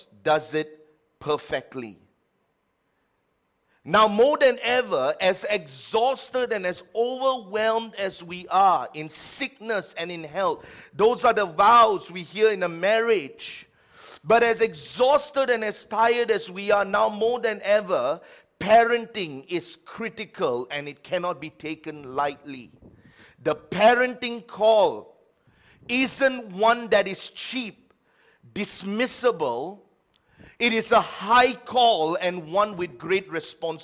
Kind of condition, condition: setting, large echoing room